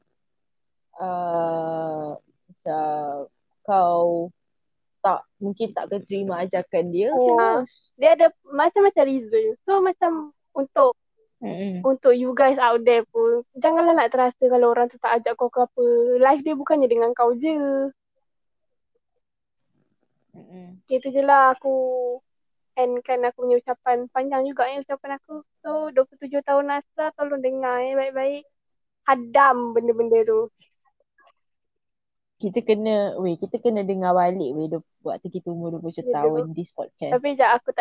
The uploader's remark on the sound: Sorry for the audio guys. We've try our best to let you hear us clearly.